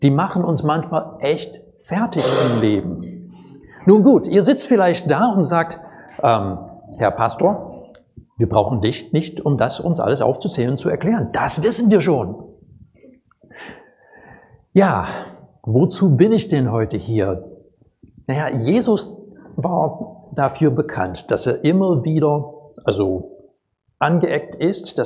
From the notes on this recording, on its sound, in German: Predigt aus dem Gottesdienst